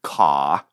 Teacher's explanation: Accents that drop an R at the end of a word like ka are called non rhotic